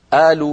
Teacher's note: وقس على ذلك بلاد الشام وبلاد مصر يقلبون القاف همزة